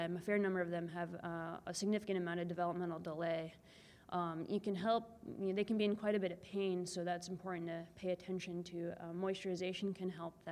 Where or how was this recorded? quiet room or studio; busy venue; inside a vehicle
busy venue